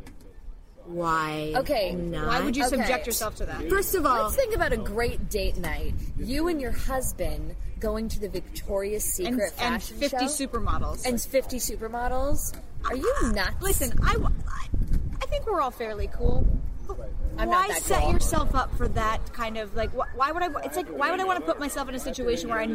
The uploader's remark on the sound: 3 bitchy podcasters are in London and record their bitch sesh at a local pub.